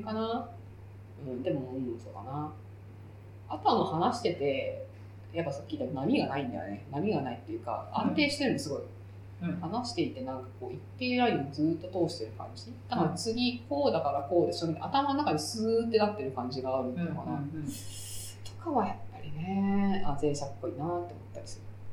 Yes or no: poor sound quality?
yes